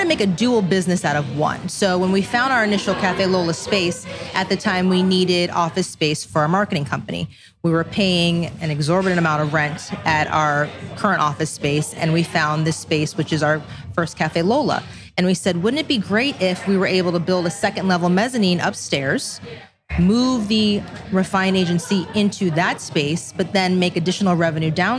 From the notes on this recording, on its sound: We’re live at Café Lola in Las Vegas